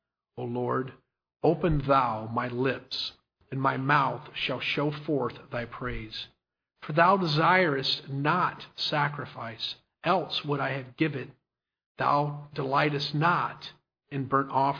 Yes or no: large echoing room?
yes